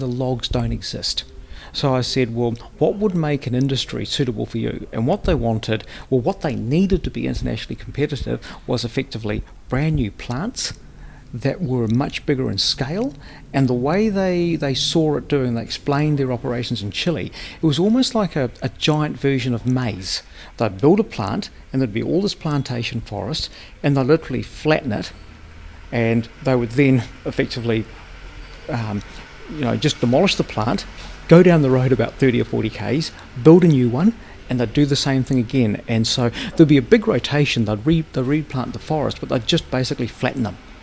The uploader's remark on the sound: We had the fortune to be present at Tairawhiti Climate Summit, a hui that brought together a large number of people. We brought a microphone along and were able to talk to a few of them.